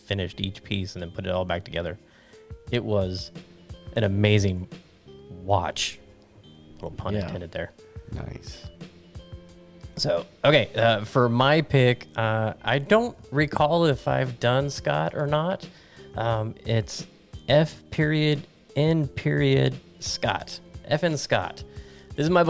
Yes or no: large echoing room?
no